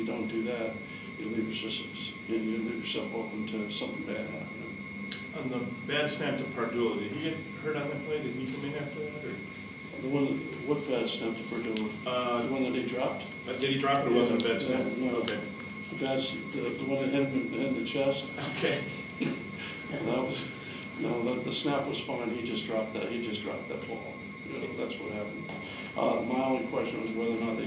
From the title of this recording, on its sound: Press Conferences & Post-Game Interviews